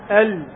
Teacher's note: من الضاحك إلى آخر الثنايا، إلا أن اللام يكون في لثة الثنايا العليا فوقها قليل، ويكون الطرف ملتصق في هذا المكان الذي يسمى بلثة الثنايا العليا · Term: مخرج اللام